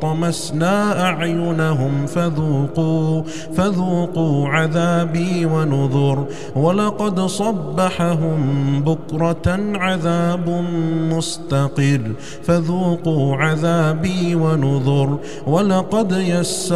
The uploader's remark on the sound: recorded at Green Lane Masjid, Birmingham, UK